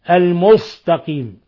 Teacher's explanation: وقلت ومن الأخطاء تفخيمها تفخيما بليغا، هي وحرف الصاد المكسور، يعني بالنسبة للسين المص بعضهم يقرأ المستقيم، يفخم السين حتى تكون صادا